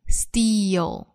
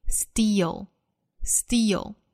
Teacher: Wind,包含短音松音的 e, wind, wind.后面的 steal,这个词包含长音紧音的 e, steal,尾部舌侧音